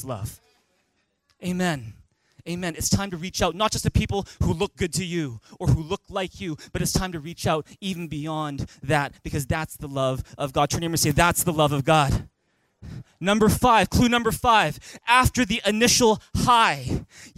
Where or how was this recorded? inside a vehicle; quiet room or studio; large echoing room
large echoing room